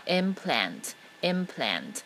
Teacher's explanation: 它的重音是在前面的